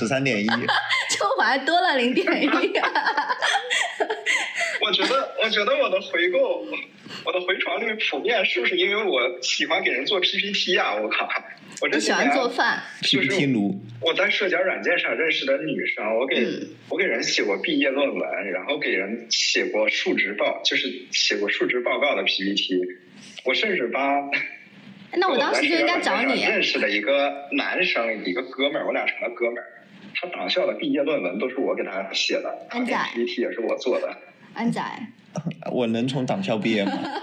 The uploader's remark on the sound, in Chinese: 这一期音频收音问题比较大，我后期调了很久还是没办法处理好